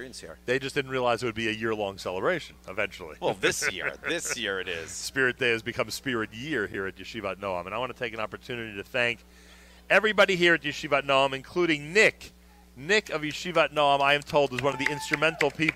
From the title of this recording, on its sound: Live from Yeshivat Noam Yom Ruach